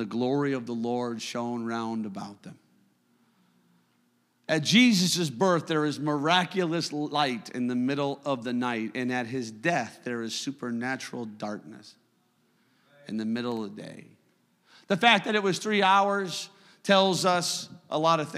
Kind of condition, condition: setting, live audience